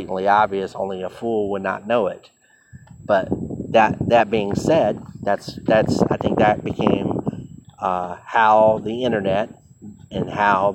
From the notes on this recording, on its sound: Random thoughts while walking at Purdue University.